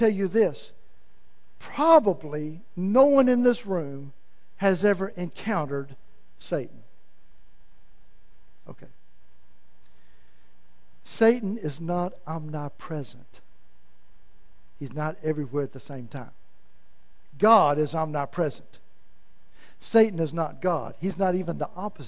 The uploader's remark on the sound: in the main service at First Assembly of God in Malvern, Arkansas